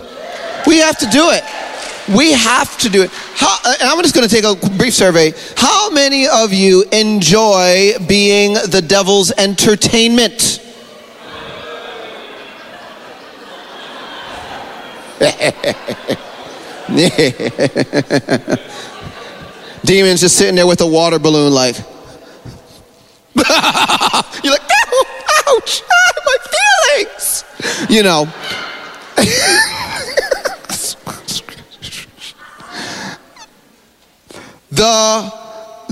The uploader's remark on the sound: This is the Friday afternoon session from the Elementals Conference in Adelaide Australia at Field of Dreams church in March 2023.